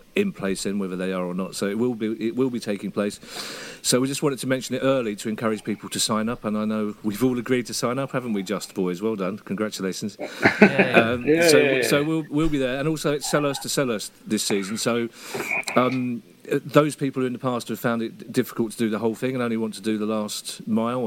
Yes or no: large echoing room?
no